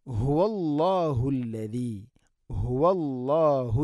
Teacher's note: തൊണ്ടയുടെ താഴെ ഭാഗമാണ് ഹ ഇൻ്റെ മഖ്റജ്.